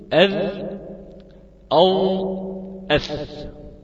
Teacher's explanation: هذه الأحرف حروف لثوية يخرج فيها طرف اللسان ويلامس أطراف الثنايا العليا. أقول أذ أو أث.